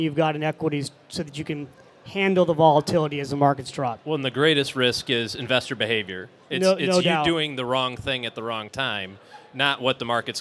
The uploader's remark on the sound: Live From FinCon '17. A few lucky listeners in our live audience.